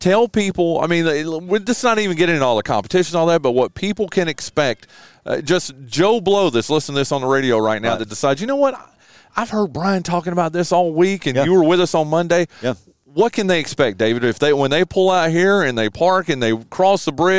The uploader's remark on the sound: We're LIVE from the third annual Spring Fling presented by True Smoke BBQ. Which is being held at Chris Hatcher Estates on Fred Everett Road in La Grange.